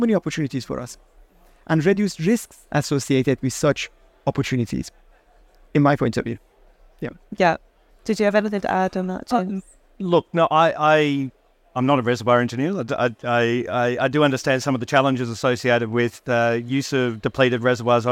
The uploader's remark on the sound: Recorded live at Offshore Europe 2023